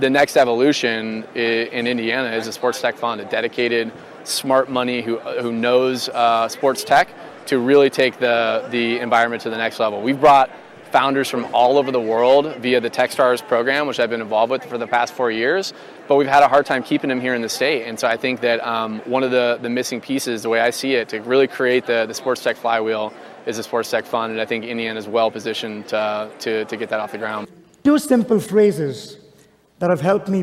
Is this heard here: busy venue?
yes